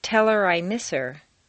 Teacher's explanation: On personal pronouns, it's common to drop the H.